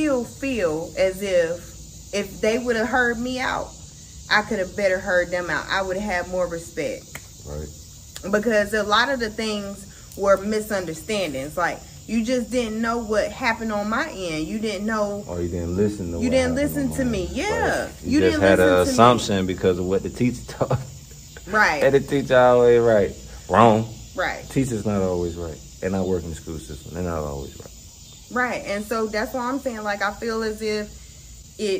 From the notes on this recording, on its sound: Raw and organic. Recorded outside in nature. No fancy studio or stuffy convo over here.